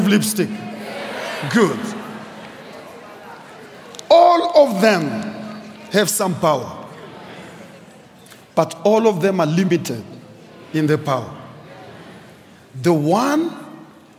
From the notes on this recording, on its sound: preached at Grace Bible Church Pimville